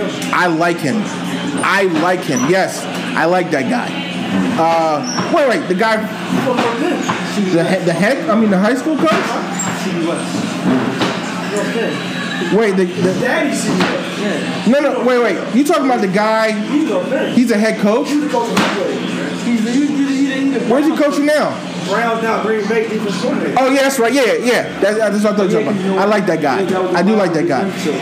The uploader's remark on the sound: Live Pod. The FIRST EVER Live Episode of the Philly Sports Four for 4 Podcast Live from Duke's BBQ in Norristown, PA!!!!